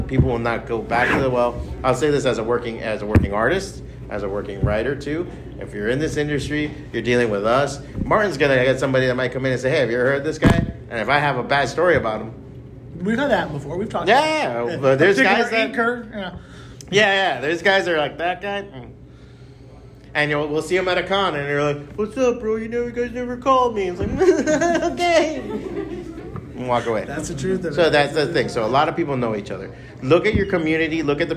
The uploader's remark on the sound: Taped live at BEYOND COMIC-CON